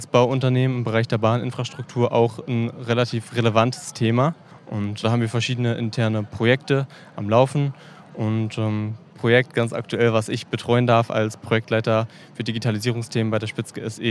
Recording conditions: busy venue